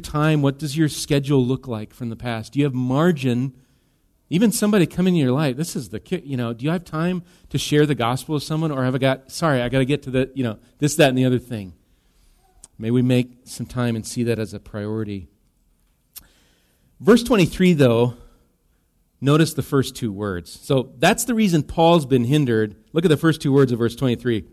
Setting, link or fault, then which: setting, large echoing room